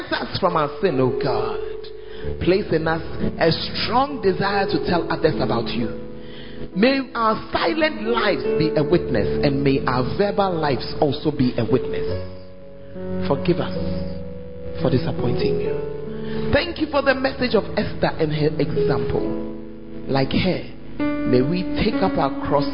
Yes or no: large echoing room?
yes